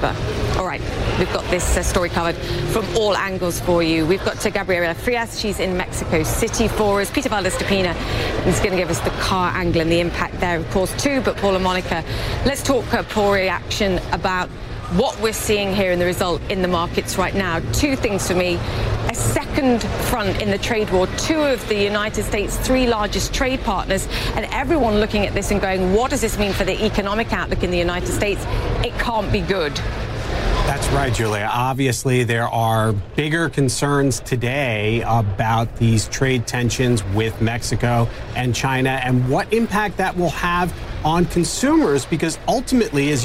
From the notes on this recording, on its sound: live from the New York Stock Exchange